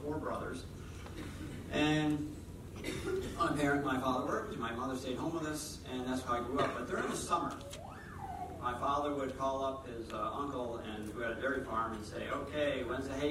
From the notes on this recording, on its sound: Keynote Address – MOFGA Farmer to Farmer Conference 2018. Keynote address recorded on November 5, 2018, Point Lookout, Northport, ME.